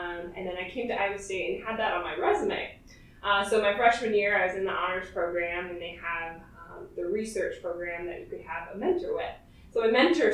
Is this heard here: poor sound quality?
yes